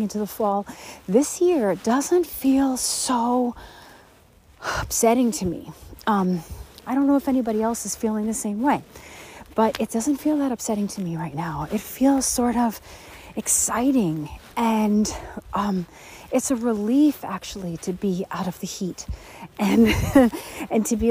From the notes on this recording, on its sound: Enjoy the sounds of nature in this episode as I hike through the rain with my beloved Newfoundland dog while we're both smelling all the smells!